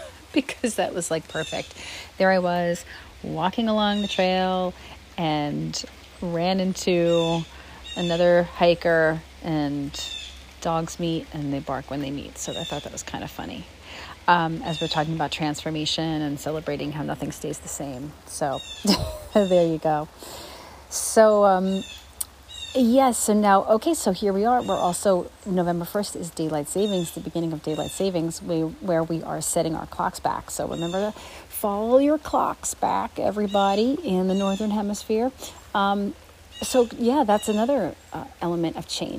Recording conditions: outdoors